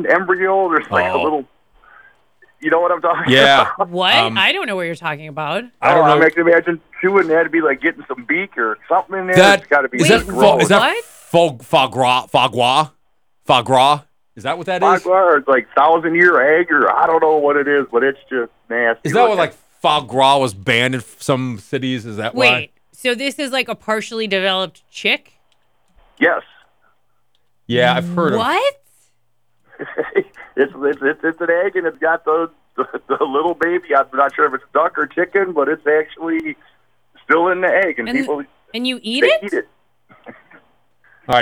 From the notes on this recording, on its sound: Random Christmas Calls. We never technically opened up the phone lines.